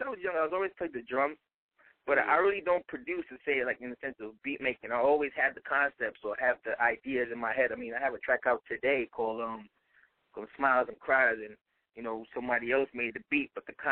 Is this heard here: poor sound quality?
no